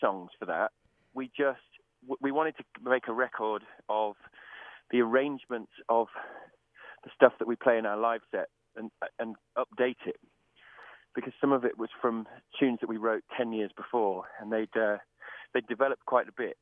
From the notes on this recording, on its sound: call in for an interview